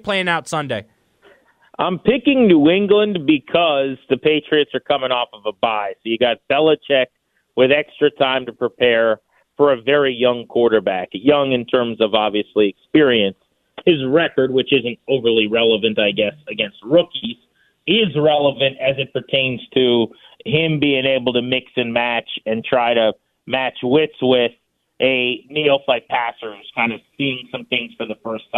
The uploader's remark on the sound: We have a live caller. Hops on the phone line to hang out.